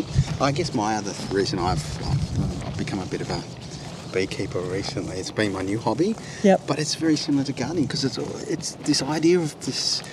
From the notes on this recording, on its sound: Montalto Winery. It has a fabulous restaurant and an incredible amount of open space, trees, gardens and artworks spread over the beautiful property. We recorded on the fly during a slow roving tour of the grounds, so expect some wildlife interruptions, wind gusts, tractors, and gravelly footsteps throughout.